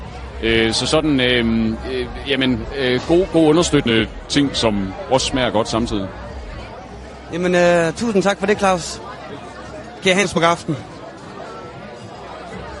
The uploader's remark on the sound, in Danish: Live fra Søbadet - det lækre og lidt skøre pusterum fra skovfesten. Udsigten over søen.